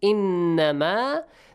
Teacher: the Noon Mushaddad, which is pronounced with a nasal sound